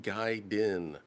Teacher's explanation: You put the emphasis on Guy in Gaiden, like Gaiden.